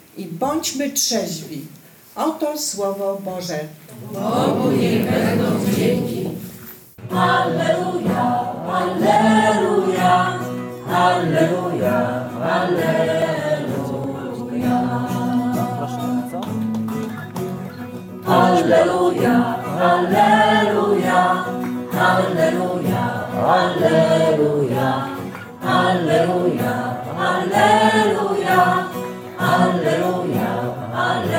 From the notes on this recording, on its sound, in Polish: nagranej podczas spotkania Koinonii w Bojanie